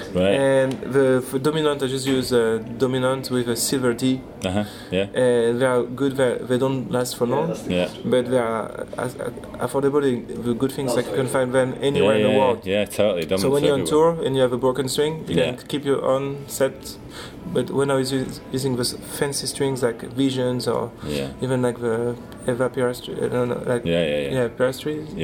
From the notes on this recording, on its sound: We did it in his hotel lobby with a zoom recorder, apologies for the sound quality. There are some moments when the businessmen around us talk a little loud on their conference calls so you may be able to hear them!